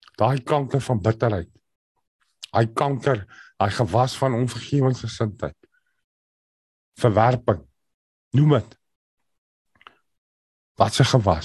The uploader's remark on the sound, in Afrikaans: Zoom Byeenkoms 22 Maart 2022